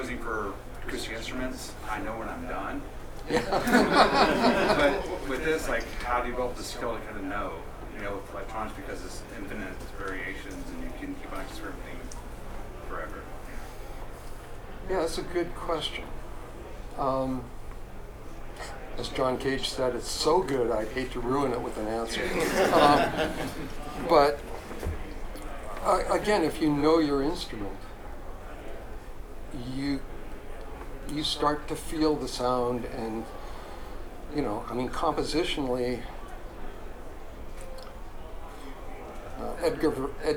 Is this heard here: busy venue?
yes